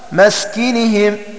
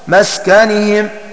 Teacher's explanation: يقرآن بسكون السين وفتح الكاف · Shown in: second take